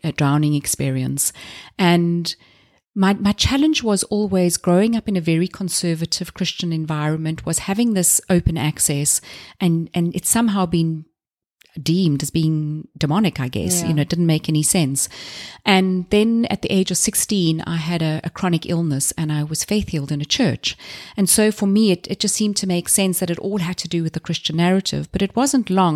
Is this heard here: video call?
no